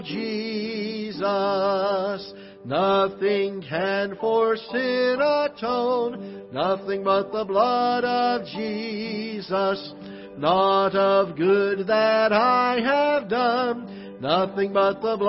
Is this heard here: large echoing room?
yes